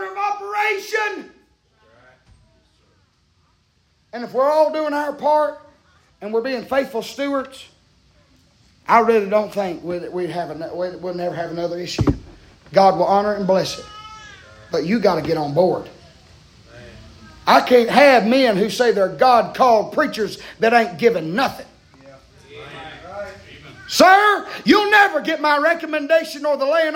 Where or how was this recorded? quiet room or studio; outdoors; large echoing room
large echoing room